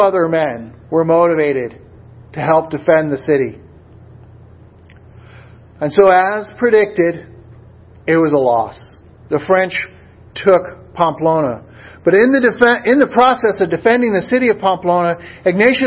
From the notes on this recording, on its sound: A Sermon Delivered at Swordbearer Chapel - VFW 8541, San Antonio, Texas.